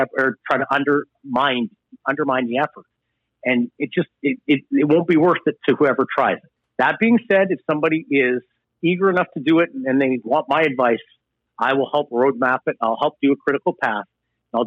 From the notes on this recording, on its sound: joins the show from a remote location on the phone